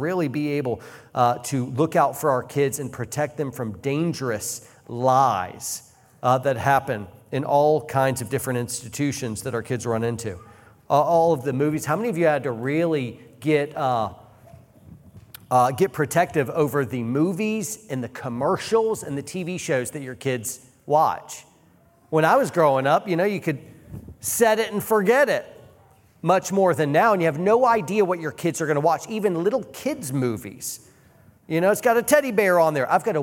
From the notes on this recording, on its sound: This is a recording from the Fierce Families Conference, which took place in Tacoma, WA, October 20-21, 2023.